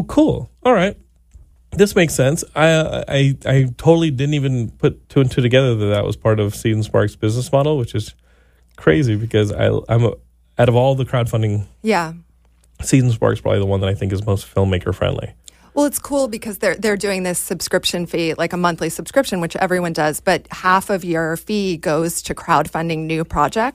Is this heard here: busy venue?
no